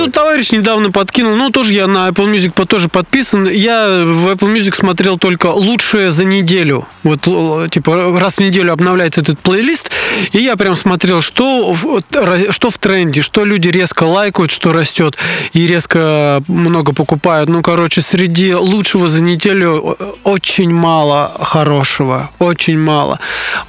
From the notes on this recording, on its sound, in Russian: выпуск подкаста записали в лесу